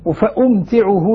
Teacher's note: لما نخفف التاء المشددة تقتضي منا إسكان الميم فأمتعه بينما إذا شددت يمتنع إسكان الميم حتى لا يمتنع إسكان الميم تصير نعم.